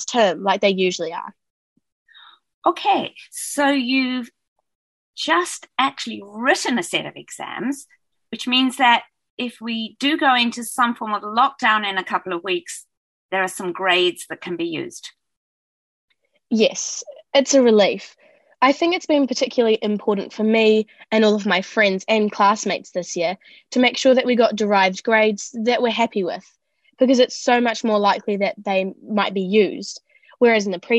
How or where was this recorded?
video call